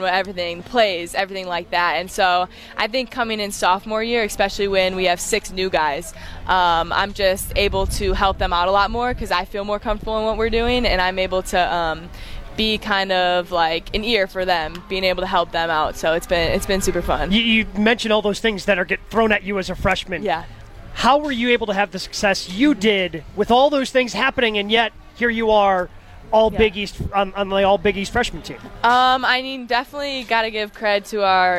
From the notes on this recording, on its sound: LIVE at the Marquette Block Party on Central Campus